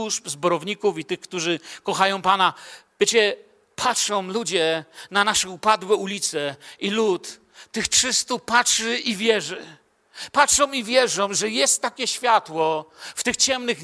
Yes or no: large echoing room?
yes